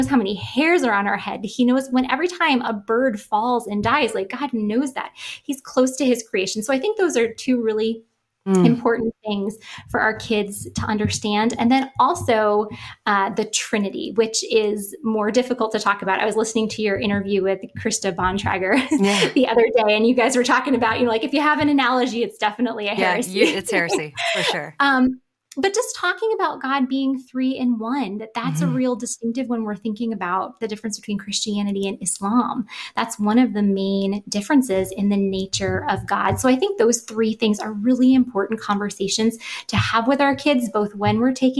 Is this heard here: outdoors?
no